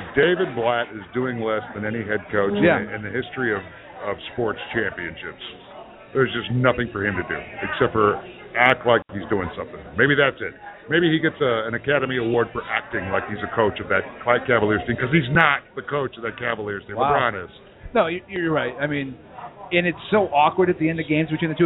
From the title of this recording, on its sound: Live from Wrigley Field Bar and Grill